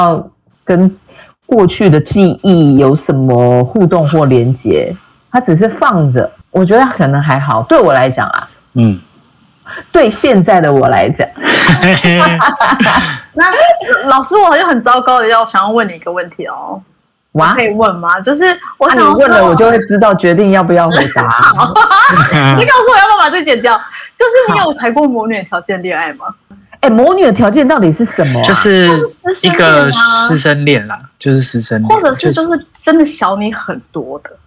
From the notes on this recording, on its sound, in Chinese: 本集因疫情採線上收音，帶點朦朧美但一樣好聽！